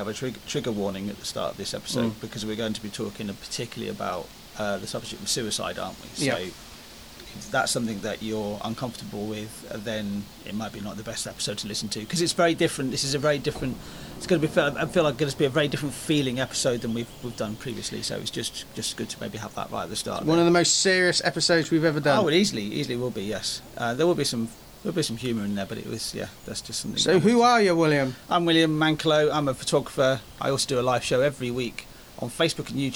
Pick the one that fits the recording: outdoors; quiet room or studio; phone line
outdoors